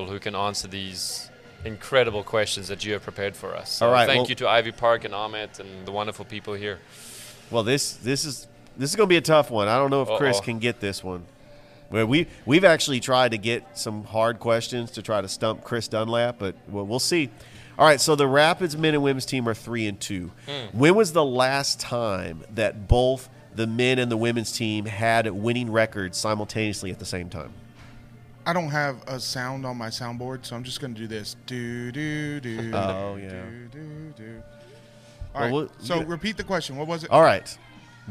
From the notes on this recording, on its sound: Live from Ivy Park Sports and Grill